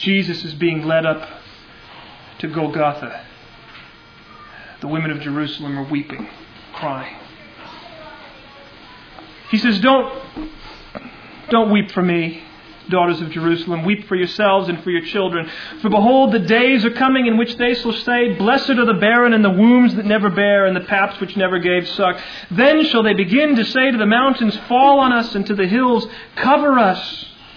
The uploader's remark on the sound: Originally delivered on 11 July 1999 at Sovereign Grace Baptist Church in Van Alstyne, TX.